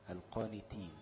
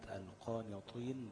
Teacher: التاء والطاء مثلا، دول الاثنين بيخرجوا من مخرج واحد